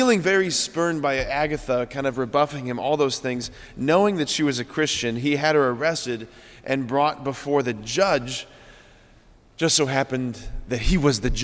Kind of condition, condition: setting, large echoing room